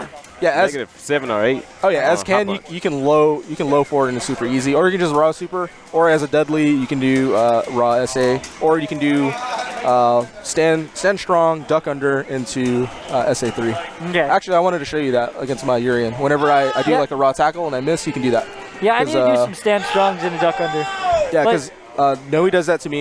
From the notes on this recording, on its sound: recorded from Free Play Arlington